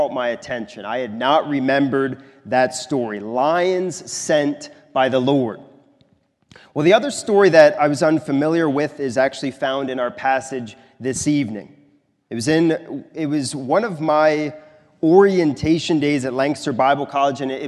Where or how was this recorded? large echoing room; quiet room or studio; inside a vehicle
large echoing room